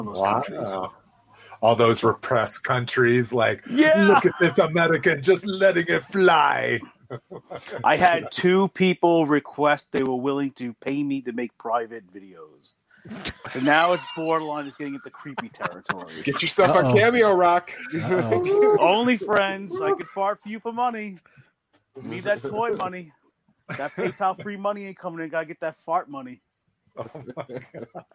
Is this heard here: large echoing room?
no